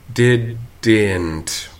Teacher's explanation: the D and the N are separated by a vowel, which is an oral vowel, not a nasalized vowel. It could be nasalized.